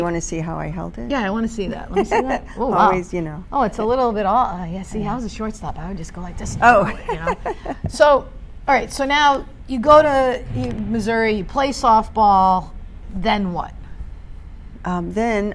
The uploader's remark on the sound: Live from AdventHealth Center Ice